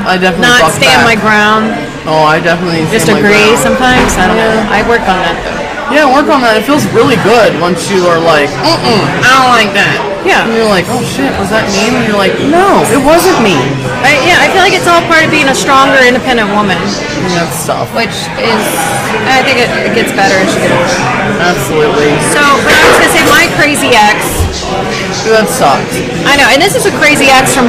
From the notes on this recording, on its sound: LIVE at Molly Malones in Covington, KY